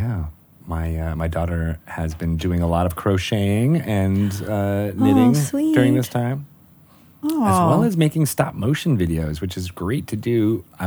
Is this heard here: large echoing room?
no